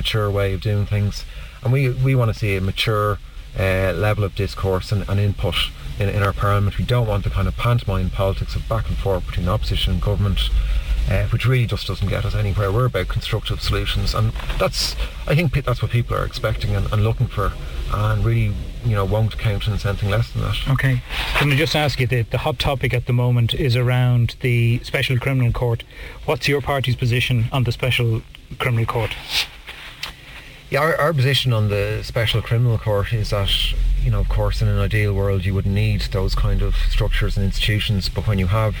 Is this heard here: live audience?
no